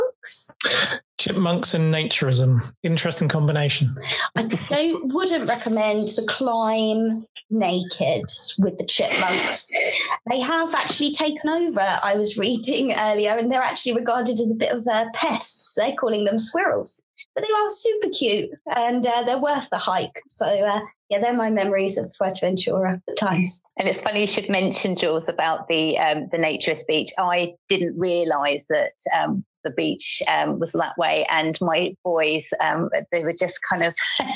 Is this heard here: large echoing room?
no